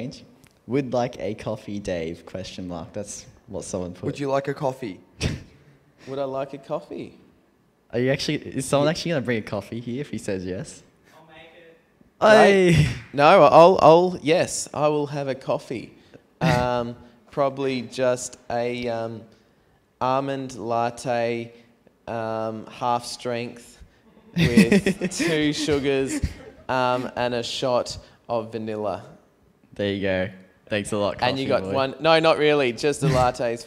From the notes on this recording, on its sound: Questions from the audience at BRAVE CONFERENCE 2019. LIVE. QnA.